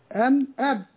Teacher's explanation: ان الميم والباء يخرجان بانطلاق الشفتين أم أب، والباء أدخل وأقوى انطلاقا كما سبق في بيان المخارج.